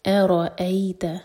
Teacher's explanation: حمزہ light را heavy پھر حمزہ light ارائیت ای مدلین اذ ذال سیکنڈ پر تھوڑا سا ٹائم دیتے ہیں رخاوہ کرتے ہیں تو جھٹکا نہ آئے.